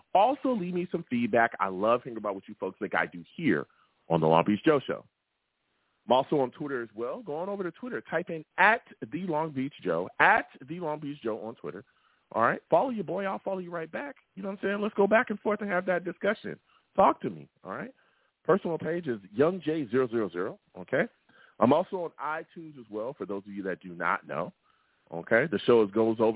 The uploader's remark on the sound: I take live callers!